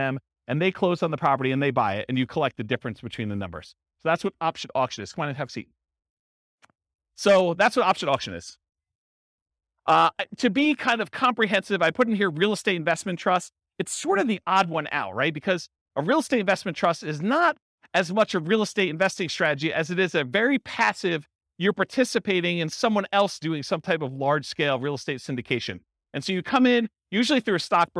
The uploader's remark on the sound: This was a live class recorded